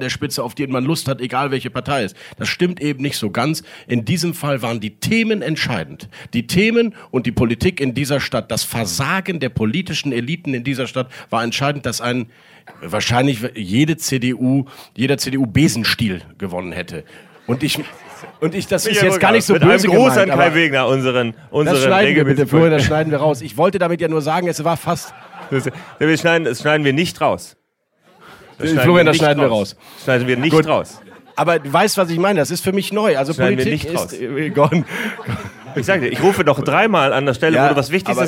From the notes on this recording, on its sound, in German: Ihr erfolgreiches Podcast-Format live vor Publikum präsentiert, an Bord unseres Medienschiffes Pioneer One.